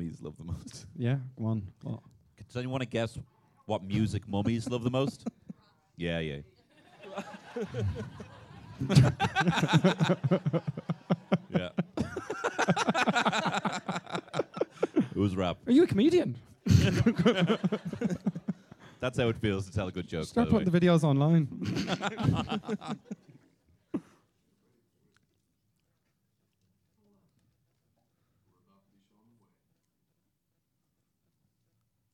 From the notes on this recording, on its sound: This weeks podcast is a live pod! Recorded on the 27th of October 2022 in Omniplex Rathmines; its Watch Party 4: The Mummy.